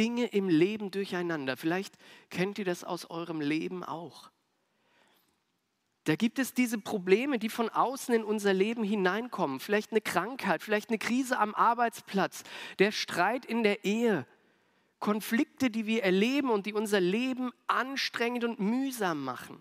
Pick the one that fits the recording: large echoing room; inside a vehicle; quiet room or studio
large echoing room